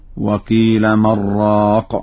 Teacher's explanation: فقد قرأ ورش بدون سكت على النون